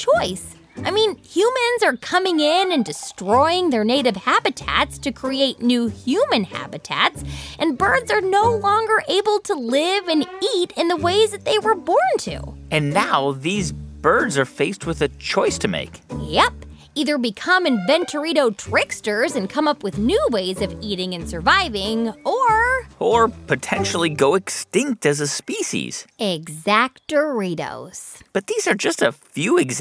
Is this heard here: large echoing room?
no